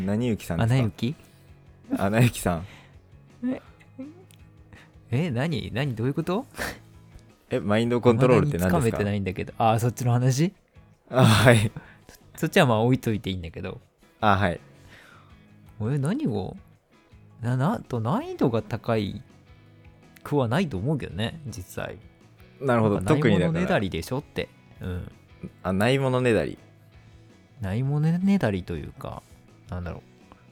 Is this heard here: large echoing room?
no